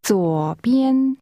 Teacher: pronounced with falling, rising, and high-level tones